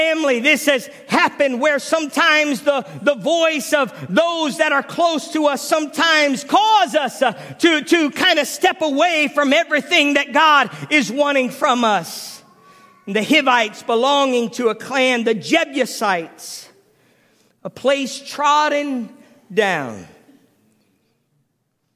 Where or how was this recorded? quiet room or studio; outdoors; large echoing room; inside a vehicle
large echoing room